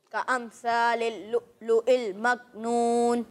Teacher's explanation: ابھی بھی ثا میں سیٹی کی آواز آ رہی ہے